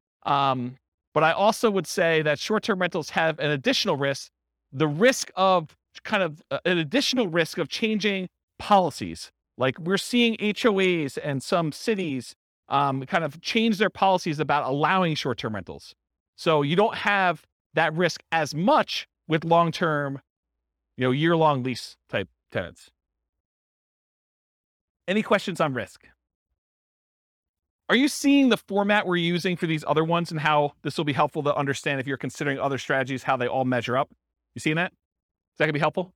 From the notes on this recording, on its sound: This was a live class recorded.